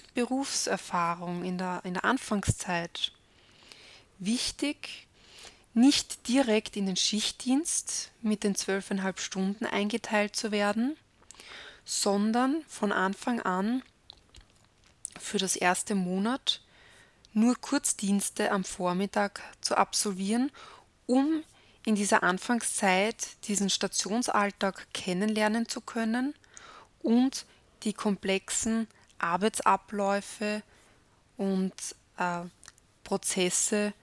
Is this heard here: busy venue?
no